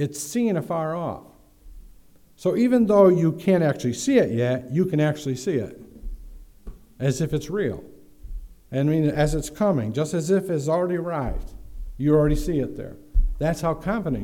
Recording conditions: large echoing room